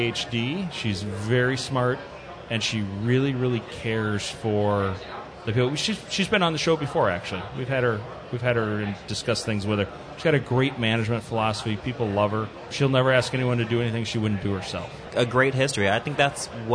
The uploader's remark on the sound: Live from DC. At the National Industries for the Blind Expo in Washington DC.